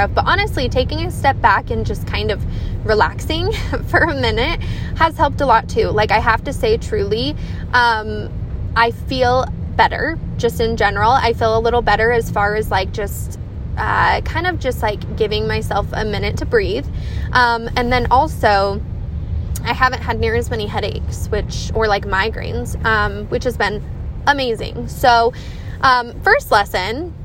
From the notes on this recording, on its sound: This is a random mini episode coming to you from my car on a short drive.